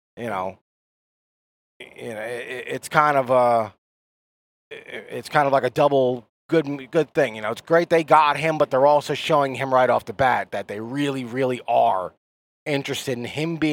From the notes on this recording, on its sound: After range time chat in the car.